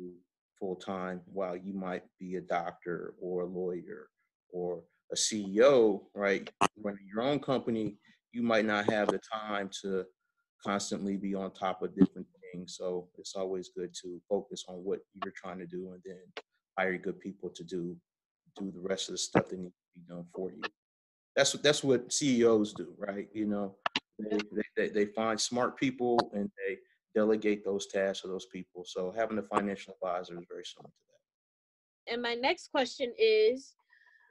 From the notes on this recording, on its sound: Quarantine Edition. Conduct a zoom call.